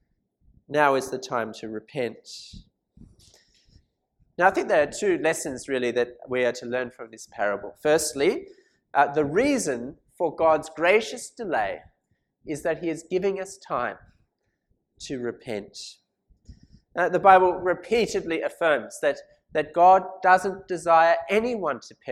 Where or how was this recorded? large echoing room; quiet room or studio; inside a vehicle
large echoing room